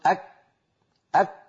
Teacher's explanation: انتبهنا كيف الشعوب التي من حول العرب في عصرنا مثلا من الشعوب المسلمة من ينطق الكاف في لغته غير العربية بترا، فيقول أك أك هكذا، كاف مبتورة من غير همس، لكن العرب لا تنطقها كذلك.